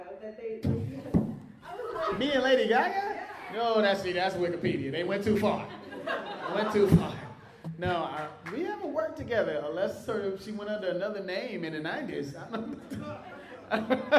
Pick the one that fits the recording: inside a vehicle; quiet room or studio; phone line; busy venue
busy venue